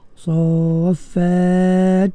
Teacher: kena bunyi ta tu ya, kena bunyi lepas tahan dia, dia keluar angin dia